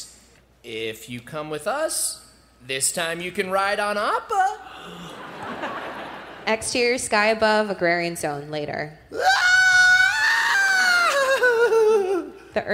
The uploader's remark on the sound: We’re back at San Diego Comic Con for another LIVE podcast recording! Join us for an exclusive listen to our panel.